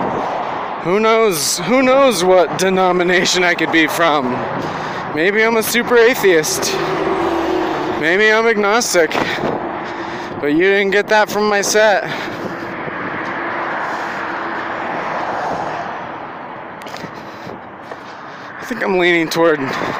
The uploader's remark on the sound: Recorded this on my walk to work and then while sitting waiting to go in.